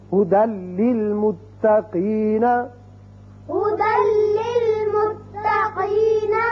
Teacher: یعنی دال کی ایک زبر لام سے ملے گی اور بغیر غنے کے پڑھا جائے گا · Term: ادغام بغیر غنہ